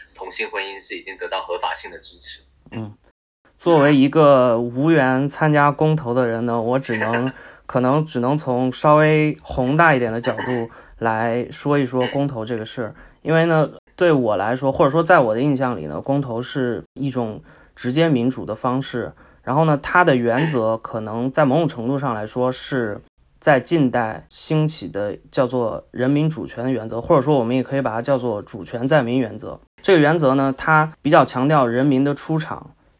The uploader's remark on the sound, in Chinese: 抱歉由於越洋訪問所以今天收音出了問題